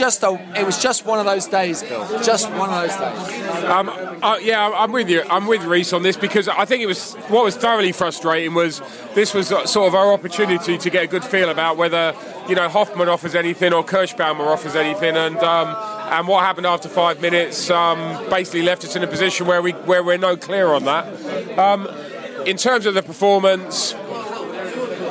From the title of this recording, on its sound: post-match podcast from the pub